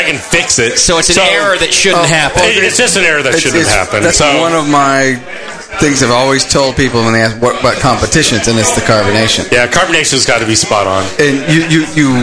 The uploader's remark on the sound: Live from Downtown Joe’s